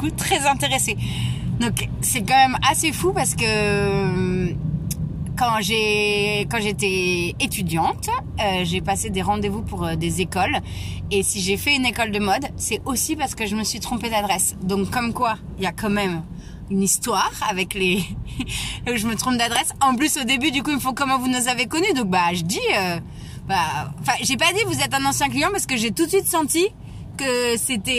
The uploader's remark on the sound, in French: Episode en direct de ma voiture, pour vous partager la joie d'une grande nouvelle. Le tout avec des bruits de clignotants et le stress du périph !